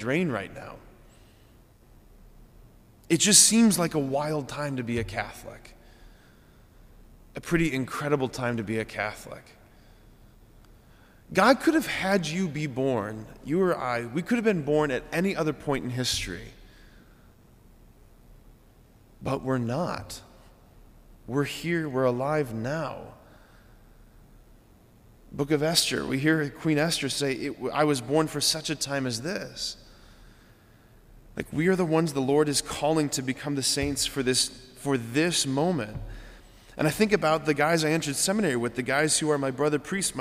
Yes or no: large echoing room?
yes